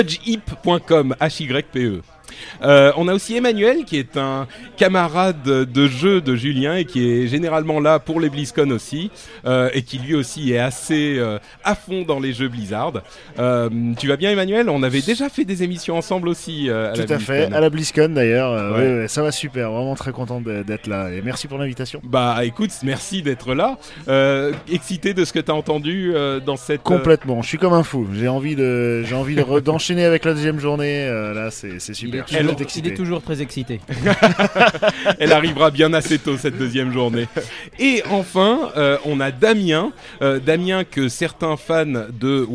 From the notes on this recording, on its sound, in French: Un épisode spécial enregistré à la BlizzCon.